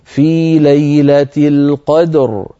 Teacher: لما نقف عليها تصير الراء ساكنة، وقبلها ساكن وقبله مفتوح، فنفخمها